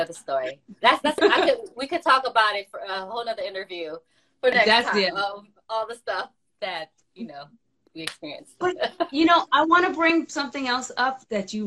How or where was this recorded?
video call